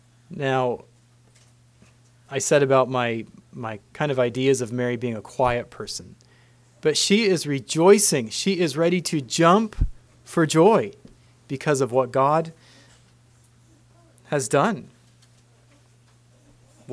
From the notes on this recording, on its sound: Christmas message preached at Word of Hope